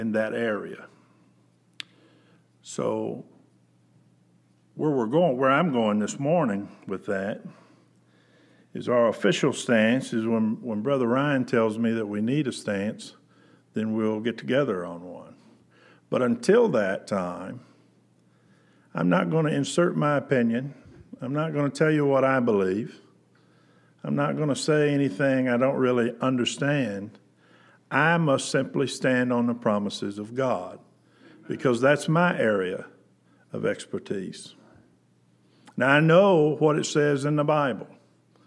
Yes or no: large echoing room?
yes